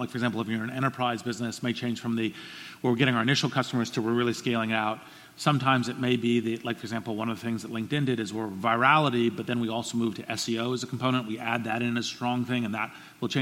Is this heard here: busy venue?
yes